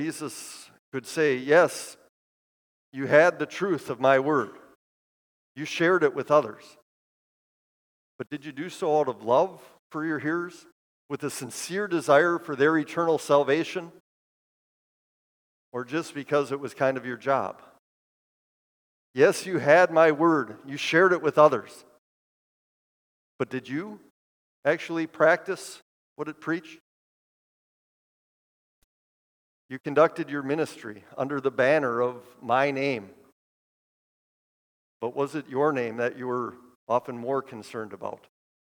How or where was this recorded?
large echoing room